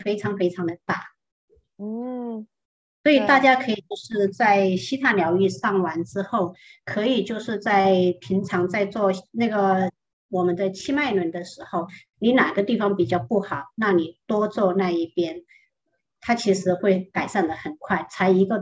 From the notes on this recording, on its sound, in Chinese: 聊聊好心芹ZOOM線上公益講座。